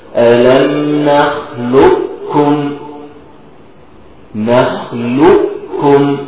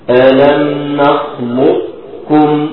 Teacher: الكامل كاف واحدة مشددة، الناقص بجيب استعلاء القاف